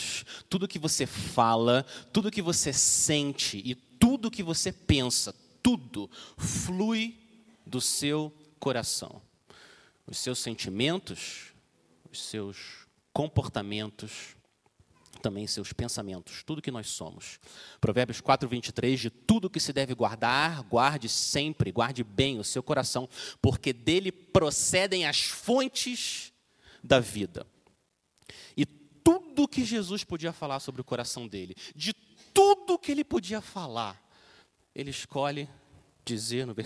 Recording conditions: large echoing room